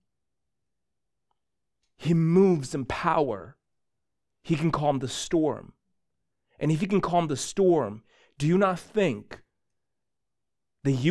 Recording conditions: large echoing room